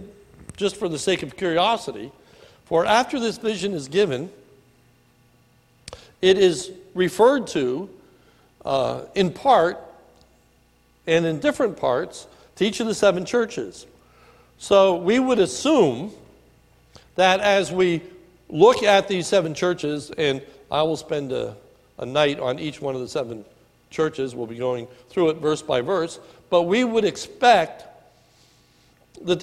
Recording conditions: large echoing room